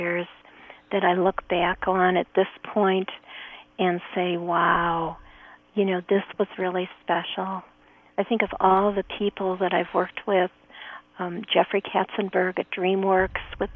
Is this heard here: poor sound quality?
no